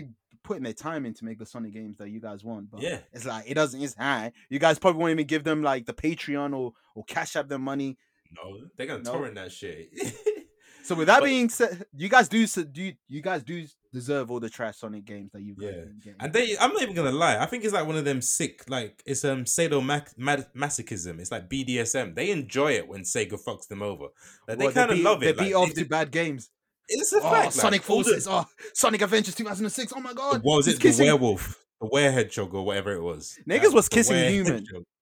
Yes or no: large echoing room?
no